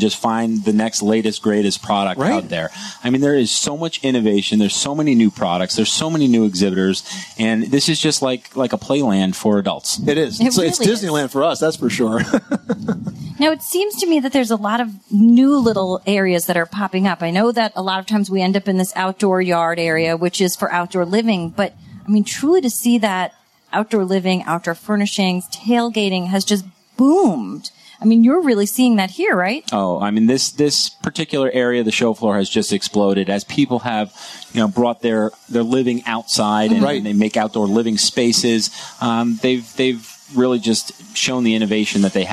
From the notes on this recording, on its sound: The Money Pit Broadcasts from the ULTIMATE BACKYARD at the 2018 National Hardware Show. Live broadcast from the 2018 National Hardware Show.